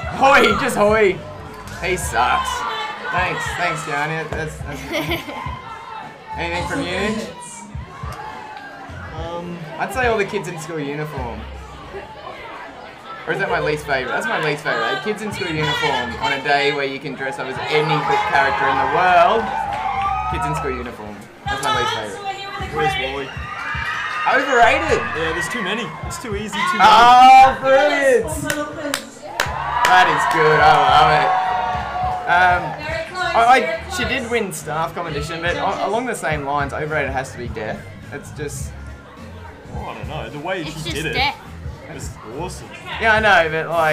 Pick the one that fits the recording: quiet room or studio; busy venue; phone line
busy venue